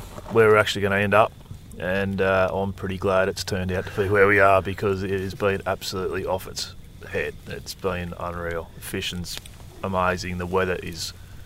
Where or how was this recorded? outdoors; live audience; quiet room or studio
outdoors